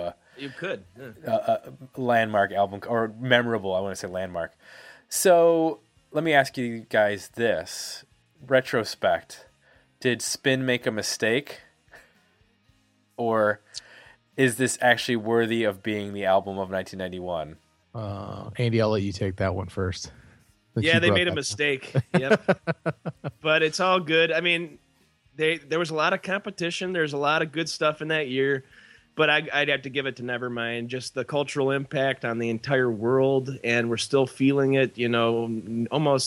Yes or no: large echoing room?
no